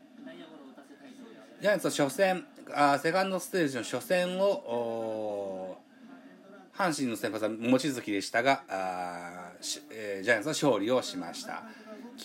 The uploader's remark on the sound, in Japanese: 東京ドーム。IPad収録版。